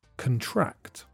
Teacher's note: When the word is a noun, the stress is on the first syllable and you can hear the o sound, contract. When it's a verb, the stress is on the second syllable, and the weak first syllable has the schwa sound